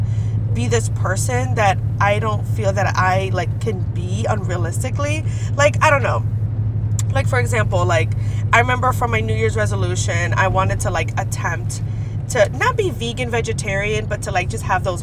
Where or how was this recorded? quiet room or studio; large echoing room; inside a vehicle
inside a vehicle